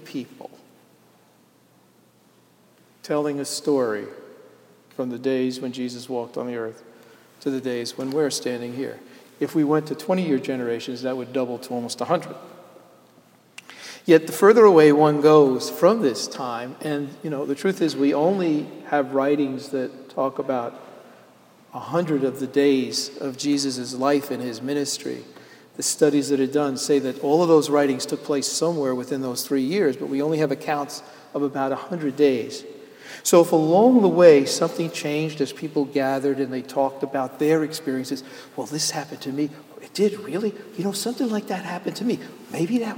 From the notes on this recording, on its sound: Sermon delivered at Jan Hus Presbyterian Church and Neighborhood House April 15, 2012